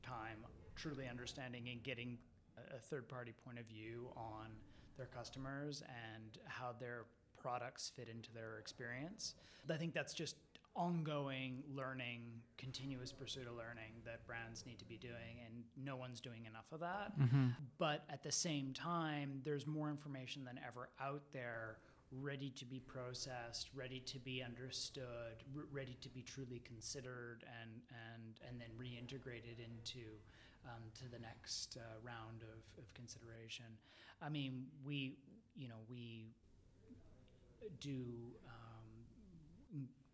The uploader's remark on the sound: Recorded: Friday January 18, 2019 at 10:00 am (EST) at the Interior Design Show. At Jam3.